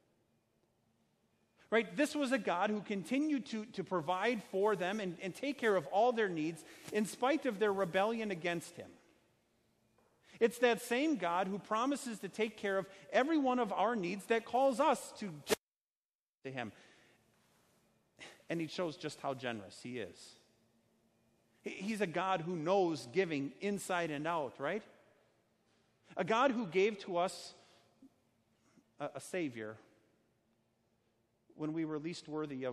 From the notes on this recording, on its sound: A sermon based on Haggai 1:1-11 preached at Our Savior Lutheran Church in Birmingham, AL, on Sunday, August 11th, 2019.